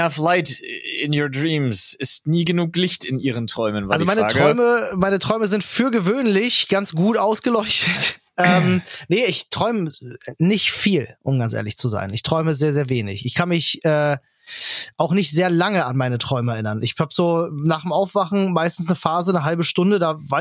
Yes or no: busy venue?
no